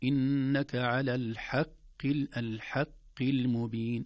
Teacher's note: الحاء مرققة والقاف في أدنى درجات التفخيم في القرآن